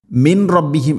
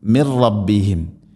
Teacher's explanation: സാക്കിന നൂന് ശേഷം റാ വന്നാൽ ഇദ്ഗാം ബിലാഗുന്ന, മണിക്കാതെ കൂട്ടി ലയിപ്പിക്കണം · Shown in: second take · മിൻ റബ്ബിഹിം എന്നല്ല പറയുക, മിർ റബ്ബിഹിം.